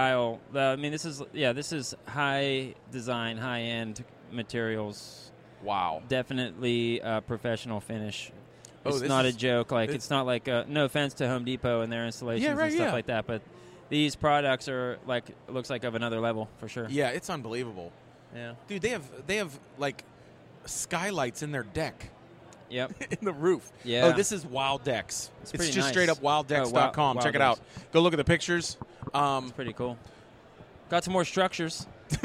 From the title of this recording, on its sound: LIVE at the Home Show